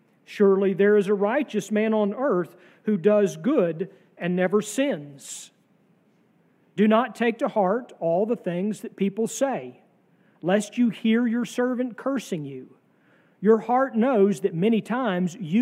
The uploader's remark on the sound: Sermon from our worship service on July 30, 2023.